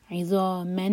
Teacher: تنوین کے بعد نون ہے تو یہ یرملون میں سے ہے، ادغام کریں گے نون پر غنہ ہوگا، ادغام غنہ کے ساتھ نون کو ہولڈ کریں گے